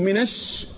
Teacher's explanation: اسمه شنشنة، اللي هو التفشي، انتشار الريح